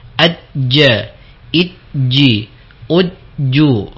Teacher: Huruf jim dia keluar dari tengah lidah yang menempel kuat pada langit-langit. Jadi tengah lidah terangkat kemudian menempel kuat pada langit-langit.